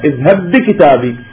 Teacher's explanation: جعلت الباء الأولى مدغمة · Term: إدغام